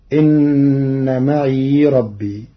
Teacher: قرأ ورش كلمة معي بإسكان الياء في لغة بعض العرب فتكون إن معي ربي.